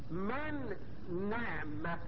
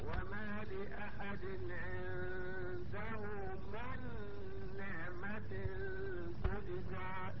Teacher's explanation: وبدل ما بنطق نون ساكنة ثم بعدها نون متحركة نطقت نون واحدة مشددة · Shown in: second take · ادي معنى النطق بالحرفين حرف النطق بحرف ساكن فمتحرك بحيث يصيران حرفا دفعة واحدة، بحيث يصيران حرفا واحدا مشددا يرتفع اللسان بهما ارتفاعة واحدة. · Term: الإدغام